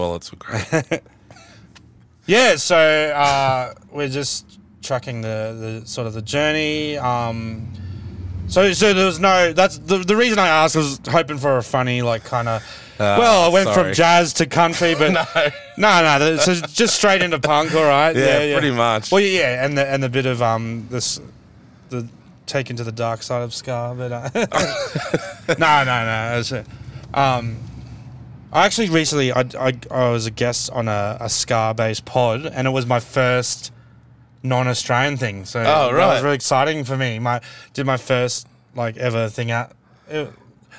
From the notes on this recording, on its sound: Two large men recording a podcast in a car!